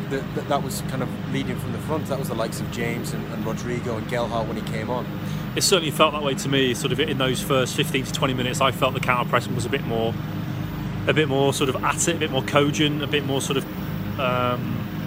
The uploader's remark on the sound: live from Elland Road